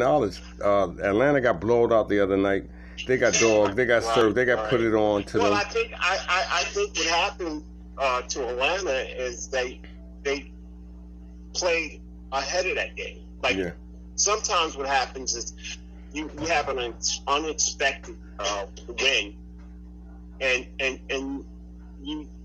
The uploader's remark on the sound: Phone Chat